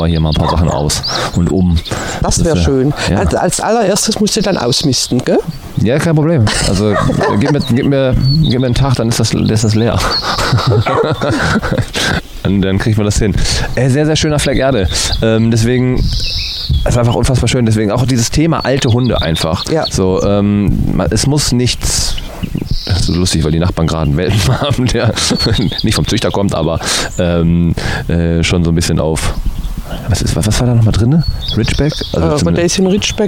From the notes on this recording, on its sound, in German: live aus dem Garten